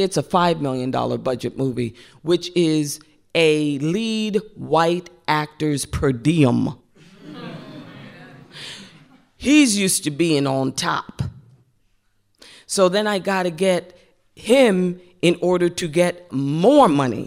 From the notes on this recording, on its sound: recorded on stage at the 92nd Street Y in New York City